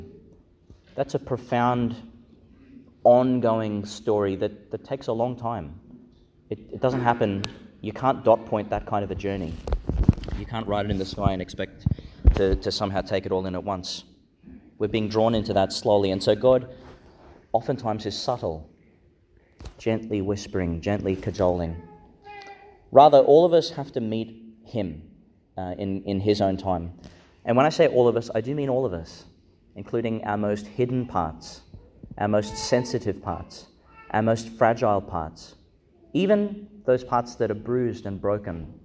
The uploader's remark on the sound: Homily for the Nineteenth Sunday in Ordinary Time, delivered in Our Lady Star of the Sea Church, Gladstone.